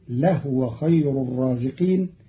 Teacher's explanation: قرأ قالون كلمة لهو بإسكان الهاء فتصير لهو خير الرازقين، وكلاهما أي الضم والإسكان في لغة العرب.